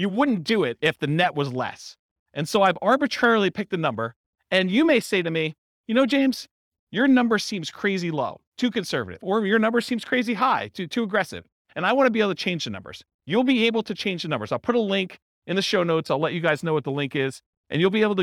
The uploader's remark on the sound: This was a live class recorded